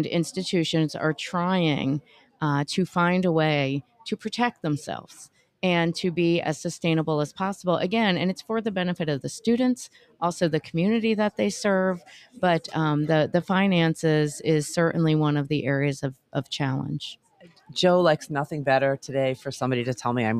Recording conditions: busy venue